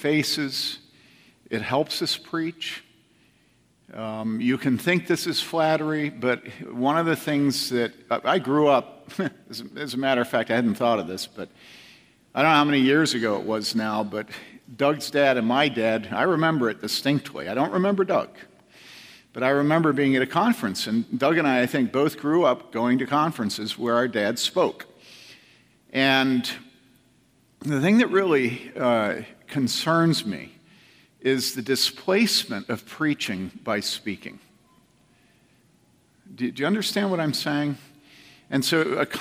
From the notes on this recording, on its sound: From the 2014 Clearnote Summer Conference.